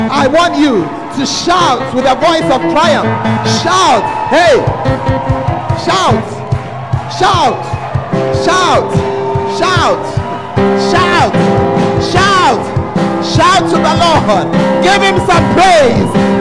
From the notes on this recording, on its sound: Preached at the Fountain Of Life Cathedral